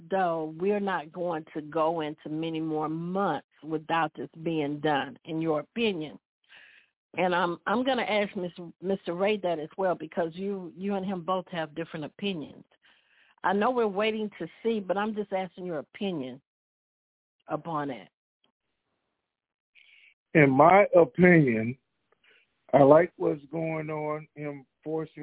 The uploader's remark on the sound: TNTSuperfantastic Conference Call